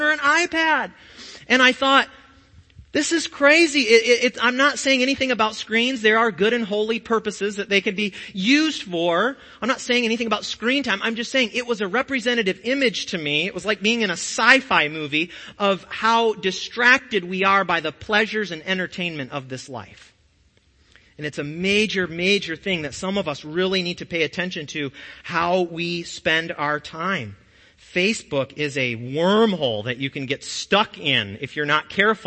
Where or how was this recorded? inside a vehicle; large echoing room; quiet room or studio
large echoing room